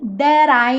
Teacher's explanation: o T aqui virou rarara, igual no garoto, guri